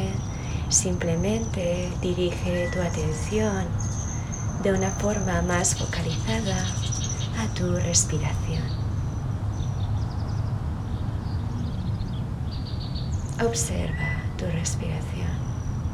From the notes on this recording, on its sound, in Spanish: esta sesión está grabada en directo y desde mi jardín, así que el sonido no es 100% nítido